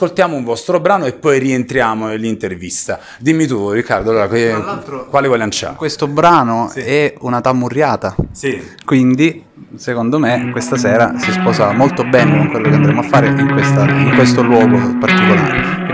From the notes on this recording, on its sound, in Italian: Una band Salentina. Siamo in una zona recondita del Teatro Bolivar, per il Festival Nu' Traks il retropalco.